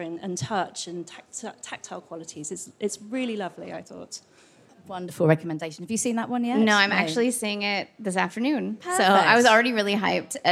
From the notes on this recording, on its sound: Girls On Film live at Karlovy Vary International Film Festival. Karlovy Vary International Film Festival 2023, where Girls On Film recorded an episode with an audience of festival goers.